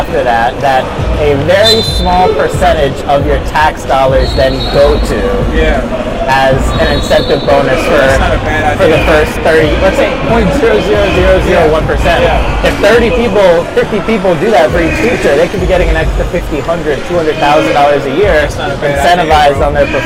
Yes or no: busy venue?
yes